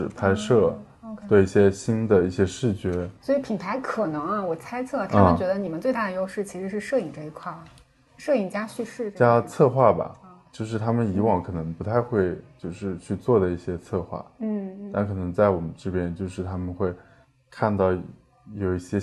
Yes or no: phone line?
no